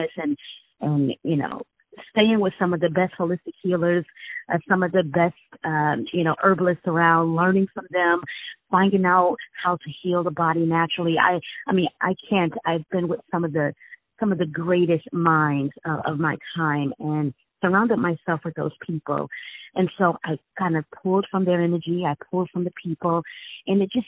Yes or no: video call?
no